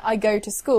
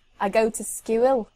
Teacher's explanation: when they say an oo, they go ew. · Shown in: second take · So when they say oo, they say ewil. · Term: Scouse